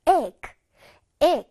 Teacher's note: 끝에 끄를 조금 끄 소리를 내주자.